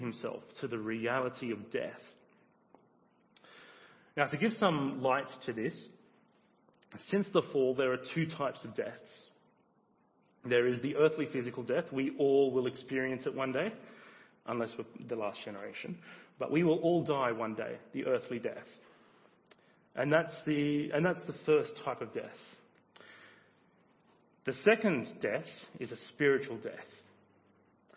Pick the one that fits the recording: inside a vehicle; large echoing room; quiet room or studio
large echoing room